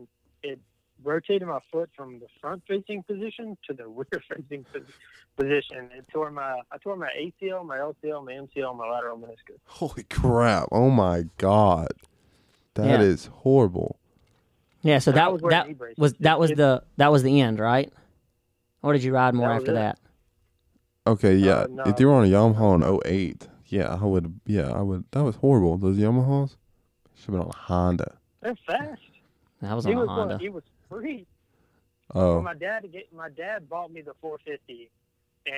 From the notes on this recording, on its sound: This week we have new equipment and finally have a call in guest!